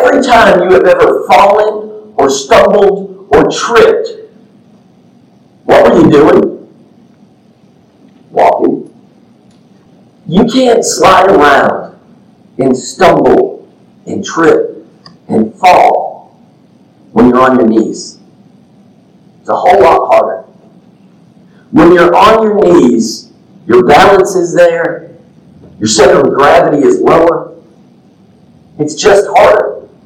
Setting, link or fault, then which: fault, poor sound quality